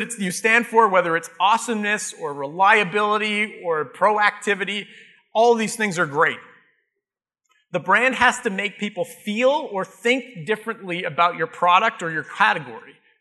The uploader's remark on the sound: Live Broadcast at the The IPBC IGNITE Conference.